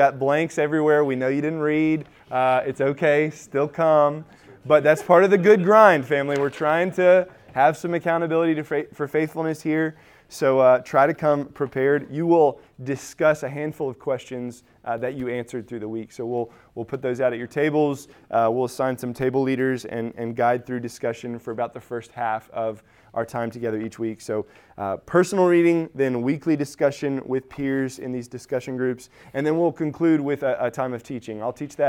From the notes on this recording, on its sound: Recorded at Emmaus Church in Buford, GA